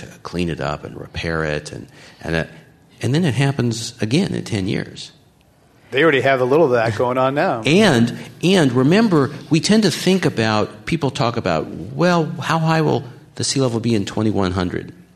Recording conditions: live audience